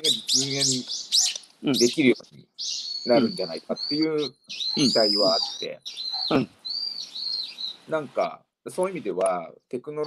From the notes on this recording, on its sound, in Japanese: 歩きながら1時間、対談する